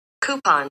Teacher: the American pronunciation variant is with the Y sound